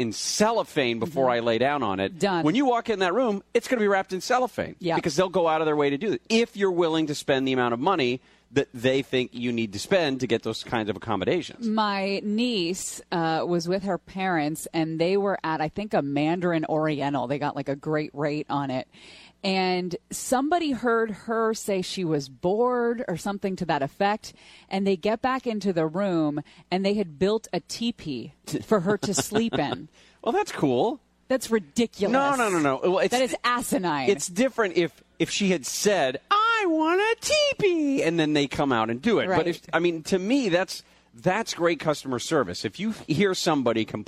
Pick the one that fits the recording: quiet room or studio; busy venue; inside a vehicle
busy venue